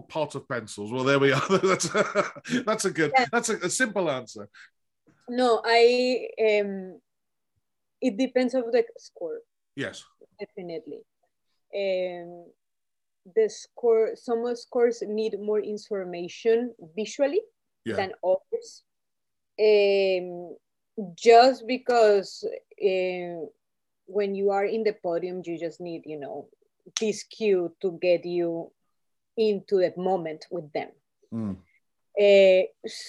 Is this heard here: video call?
yes